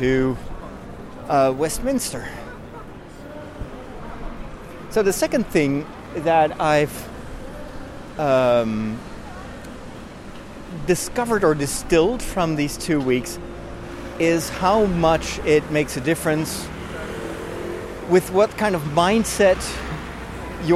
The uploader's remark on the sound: I walk from Leadenhall Market over the London Bridge to Borough Market